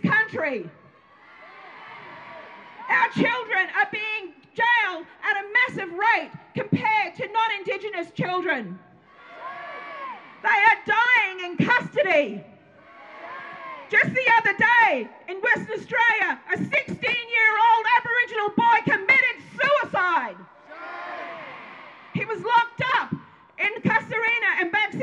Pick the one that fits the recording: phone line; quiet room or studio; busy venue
busy venue